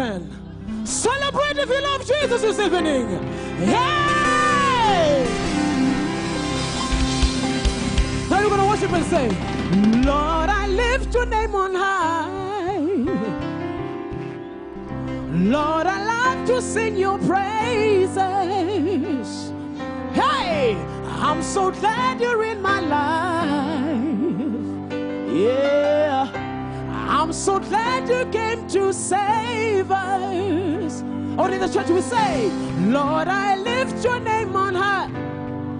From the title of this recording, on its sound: LIVE DIPLOMATIC SERVICE | ECG CHURCH